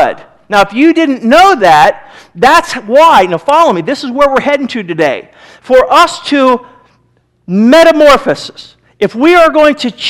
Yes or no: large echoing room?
yes